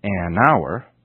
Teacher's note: Notice how the n sound, n, is linked to the word which follows it.Also notice that words spelled with the letter H in the beginning, such as our, H-O-U-R, also use the article an, because the H isn't pronounced